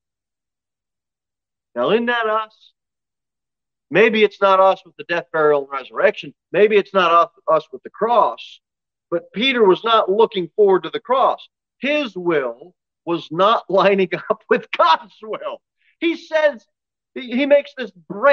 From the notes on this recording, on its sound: Sermon delivered at Pilgrim Baptist Church on Sunday, April 10, 2022 at 6 pm. Jere Whitson Rd.